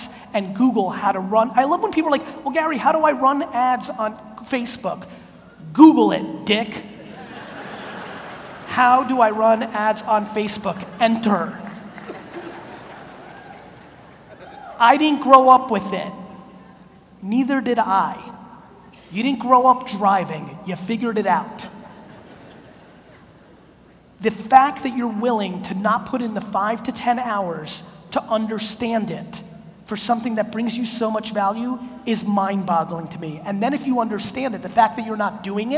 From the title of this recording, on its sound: A Keynote: NAC Philadelphia 2018